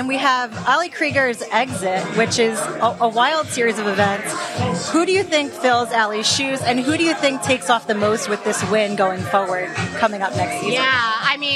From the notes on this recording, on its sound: joins live from a watch party in NYC (7:29)